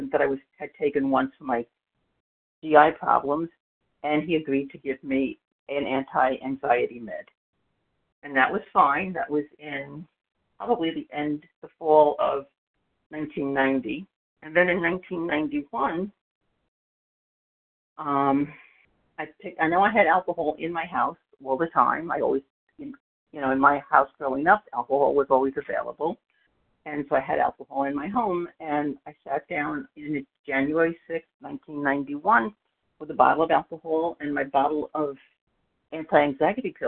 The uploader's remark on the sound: 100 Pounders Phone Meeting